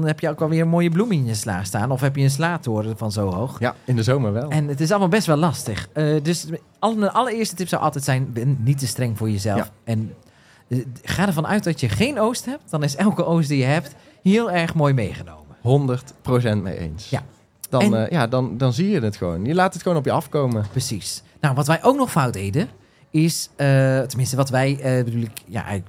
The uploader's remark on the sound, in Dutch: live vanaf de moestuinbeurs in Beesd